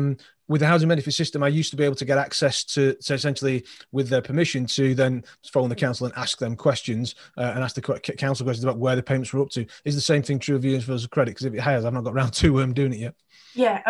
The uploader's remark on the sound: Our podcasts are usually recorded live at our weekly online meetings and broadcast around the world! Over at Profitable Pain-Free Property 2021.